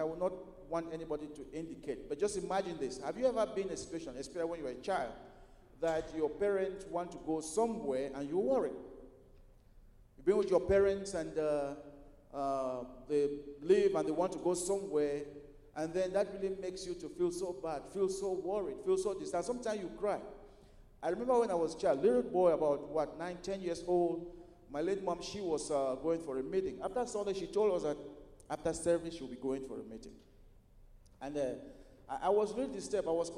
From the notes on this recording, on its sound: at Broadway Baptist Church, Lexington, Kentucky